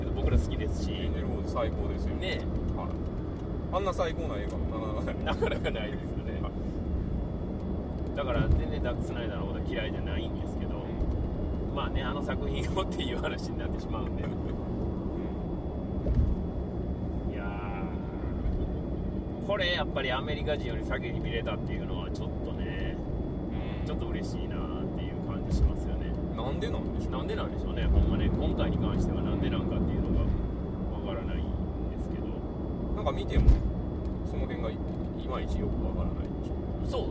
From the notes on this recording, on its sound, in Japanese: 帰路車中で録音しておりますので、。一回表より雑音を多く拾っており。